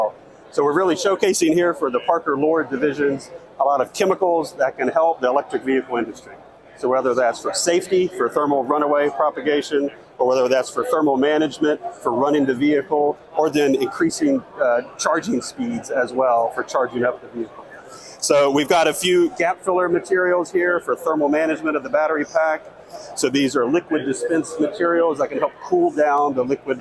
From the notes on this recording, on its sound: Visits the Battery Show and Electric and Hybrid Vehicle Technology Expo in Novi, Michigan, where more than 800 companies showcased their innovations in EV technology. This episode features a host of guests from the show floor. The recent expo in Novi, Michigan witnessed record-breaking attendance, with over 19,000 participants and 800 companies presenting their cutting-edge products and solutions.